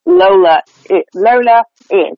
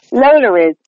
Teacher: you'll hear this in, like, a Boston accent or a lot of, like, Brooklyn accent type situations, is they'll intrude an R. · Shown in: second take